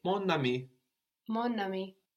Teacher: the N joins on to the next word. In sound, not in writing.